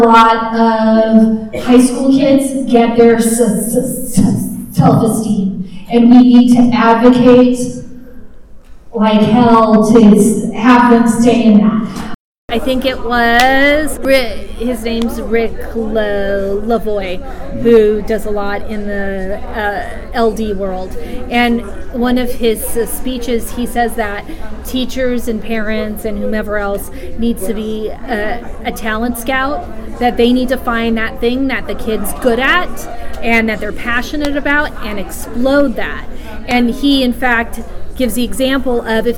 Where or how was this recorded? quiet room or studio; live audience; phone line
live audience